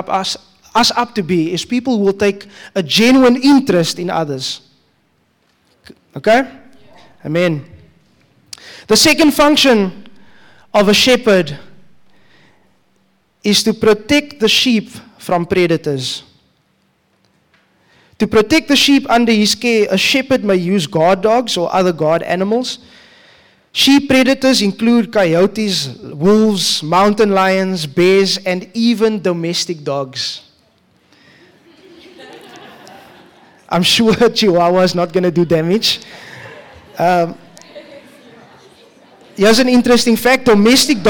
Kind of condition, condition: setting, live audience